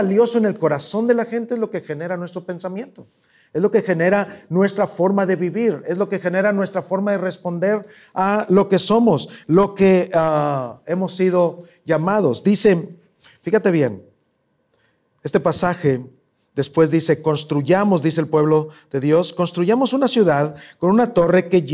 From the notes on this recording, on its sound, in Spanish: presentado en vivo